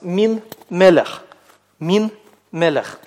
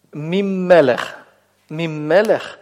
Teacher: Когда она без самостоятельной гласной оказывается присоединенной вплотную к следующей согласной, то она сливается с ней. Нун выпадает, а вместо нее компенсаторно удваивается следующий согласный. · Shown in: second take · И вот удвоение следующего согласного как раз показывает, что здесь когда-то была нун.